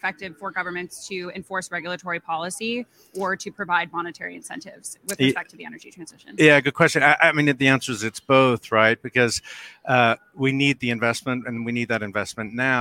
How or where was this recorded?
busy venue